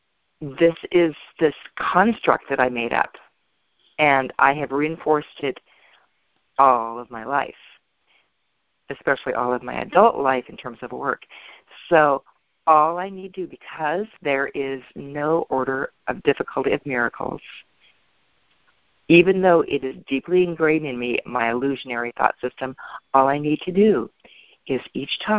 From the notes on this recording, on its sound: ACIM Daily TEXT Conference Call